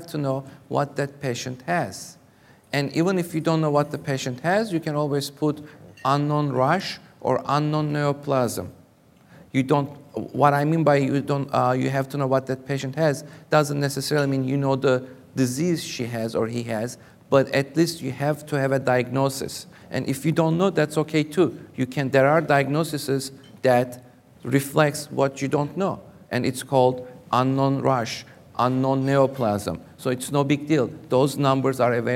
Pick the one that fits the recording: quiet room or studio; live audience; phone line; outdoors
live audience